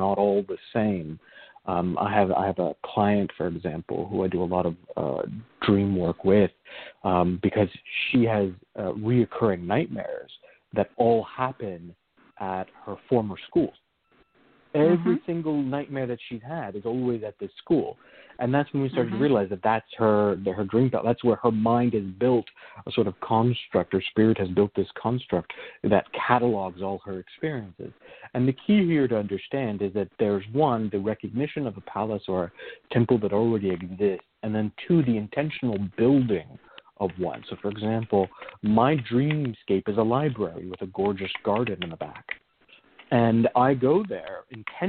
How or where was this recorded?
phone line